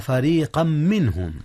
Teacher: إدغام تنوين فريقا في ميم منهم، فريقا منهم إدغام بغنة، وإن فريقا منهم، وكذلك رققت الراء لأنها مكسورة، وإن فريقا منهم ليكتمون الحق وهم يعلمون.